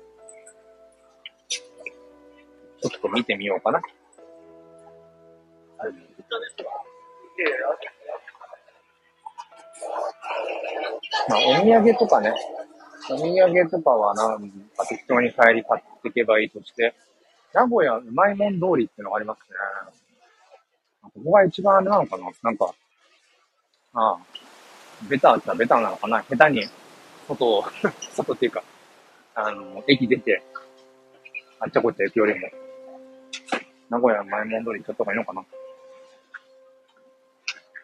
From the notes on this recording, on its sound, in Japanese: 人生初の名古屋駅周辺を散策中。